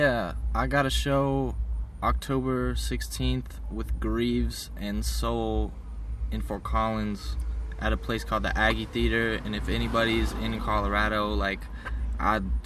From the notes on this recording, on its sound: We recorded this one in the comfort our my car